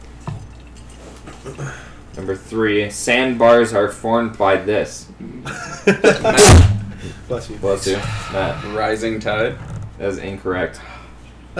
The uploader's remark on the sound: Sorry for the poor audio.